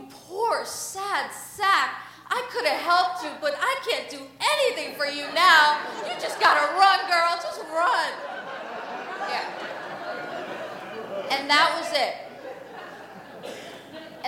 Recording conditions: live audience